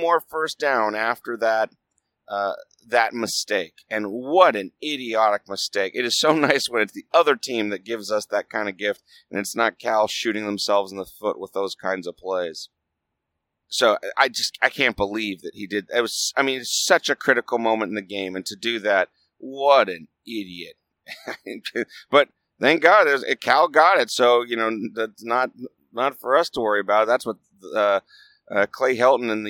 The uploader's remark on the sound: I recorded it on the drive home from LA. I had a lot of things that needed to be edited out (kids with questions for their dad, etc.)